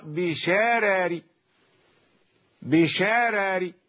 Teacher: إذا وقف على الكلمة إنها ترمي بشرر، الراءان مرققتان، يقف بهذا مع السكون المحض، هذا وجه، والوجه الثاني مع الروم، والروم مع الترقيق، فيقرأ بشرر بشرر، يعني ينطق جزءا من الكسرة للراء الثانية